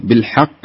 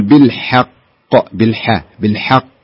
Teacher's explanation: الحاء حاولي أنها تكون رقيقة، لا تكون بالحاء، لا تكون بالحاء، لا بالحاء بالحاء بالحاء، بعدين القاف تفخم، يعني نطلع من الترقيق في الحاء ثم نفخم القاف، فلا نخلط، لا تؤثر القاف على الحاء، فنقول بالحق بالحاء بالحق، ولا نقول بالحق.